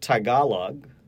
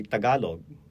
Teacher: We don't normally aspirate as what a North American speaker would. · Shown in: second take · We don't normally aspirate the T.